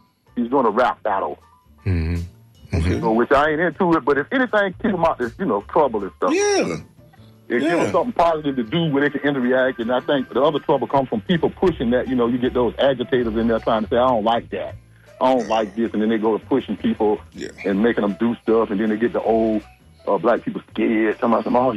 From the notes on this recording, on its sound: unique magazine format call-in show